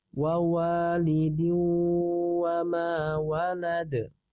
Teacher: Nah, perhatikan di kata-kata wa walidiu ya, di situ ada dal di tanwin, maka kita harus gunnahkan ya, gunnah. Gunnahnya di sini nakis ya, bukan kamil.